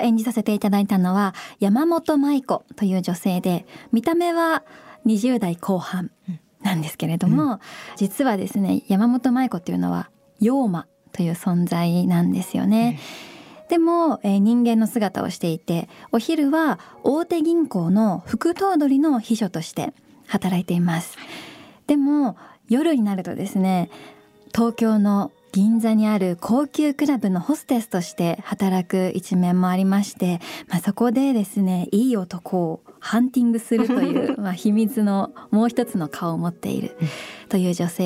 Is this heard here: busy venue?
no